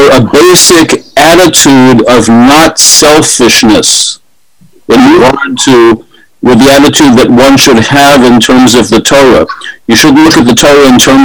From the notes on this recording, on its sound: This audio was originally captured from Zoom on 06/23/2021 as part of an evening series open to the public in association with Drisha’s Summer Kollel.